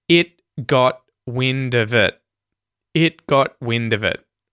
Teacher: So, effectively what a muted T is where your tongue goes to make the T sound, it stops the air moving through your mouth, and instead of releasing and saying the T bit at the end, it just stops the air and you go into the next sound. · Term: muted T's